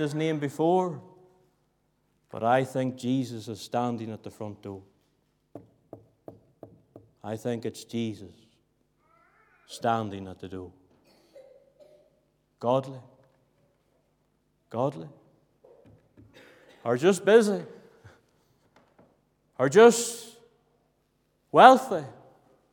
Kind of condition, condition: setting, large echoing room